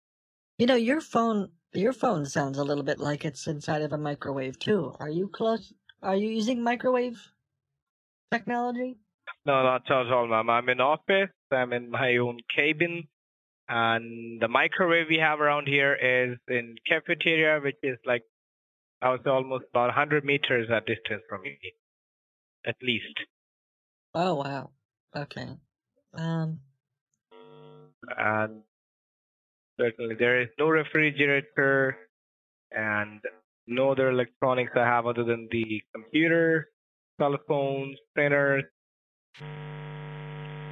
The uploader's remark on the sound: Things start to get pretty wild when my husband experiments with microwaves that cause my phone to glitch at the worst possible moments. Throughout the call. Deal with horrible glitching, both on the computer and over the phone thanks to her husband daisy chaining microwaves together in an attempt to create the world’s first macrowave.